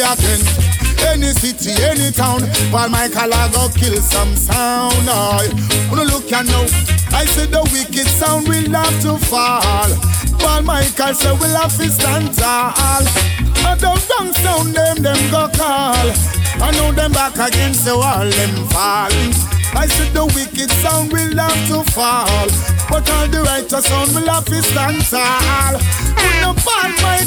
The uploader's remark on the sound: Live recording from my set at Island Saturdays.